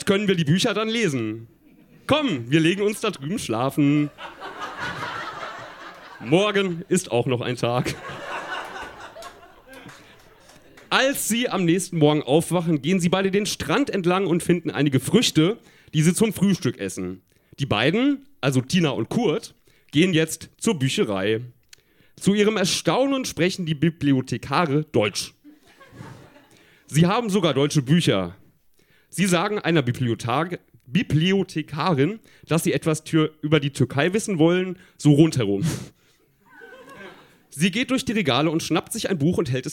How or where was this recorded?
live audience